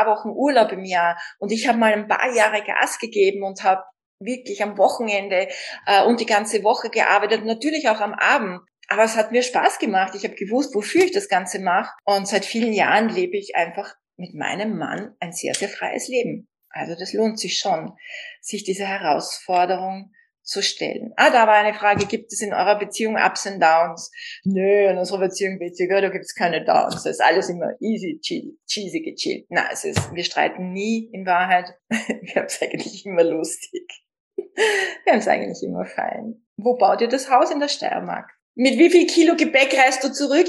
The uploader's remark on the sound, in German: Ein Insta Live aus Kalifornien!